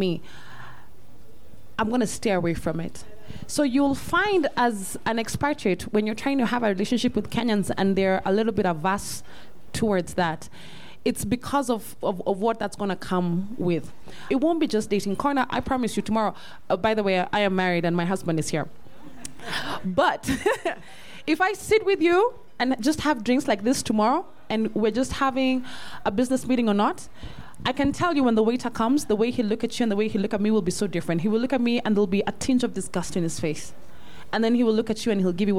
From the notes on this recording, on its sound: comes from a live panel event held on March 10th in Nairobi